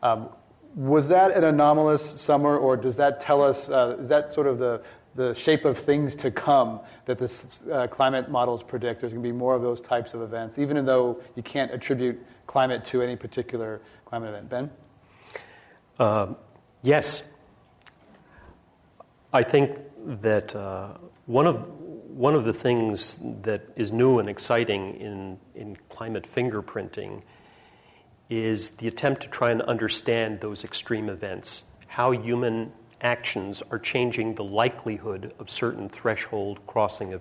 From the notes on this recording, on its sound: This program was recorded in front of a live audience at The Commonwealth Club on November 3, 2010.